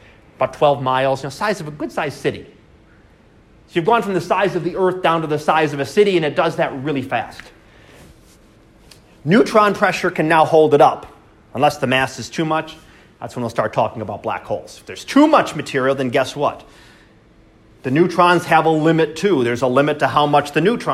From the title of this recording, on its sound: Live Class Lecture